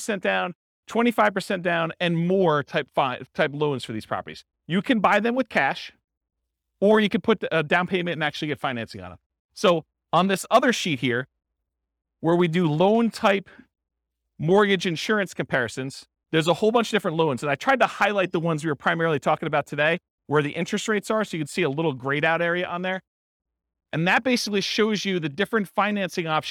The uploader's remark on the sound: This was a live class recorded